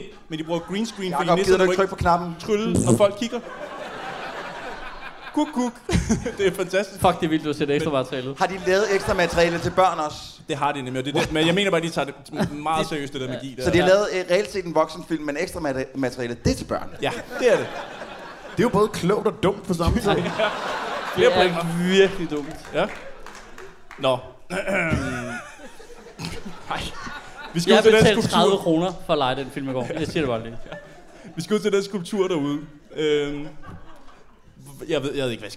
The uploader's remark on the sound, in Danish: Det blev optaget foran en ordentlig røvfuld glade mennesker på Bremen. Lyden er god.